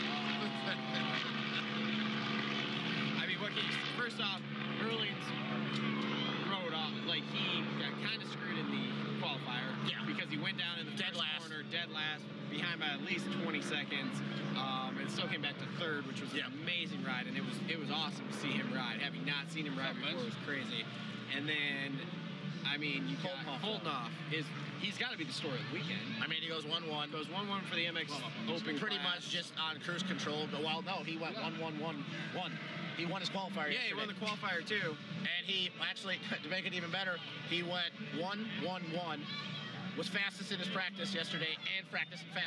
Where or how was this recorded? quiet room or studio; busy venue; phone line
busy venue